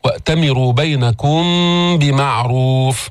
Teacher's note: هون إخفاء شفوي، ميم مخفات في اللفظ بغنى عند الباء